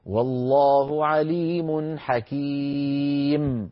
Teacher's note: إن هذا التنوين الذي هو النون الساكنة يثبت في الوصل، فإذا وقفنا على الكلمة نحذفه